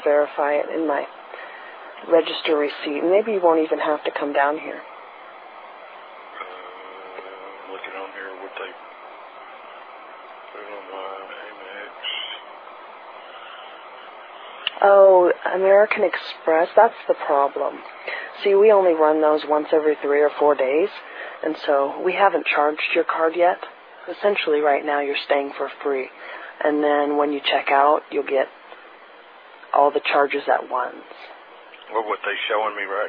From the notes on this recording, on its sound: "charged too much" from archive.org was assembled into the "RBCP's Personal Prank Phone Calls Collection" podcast by Fourble.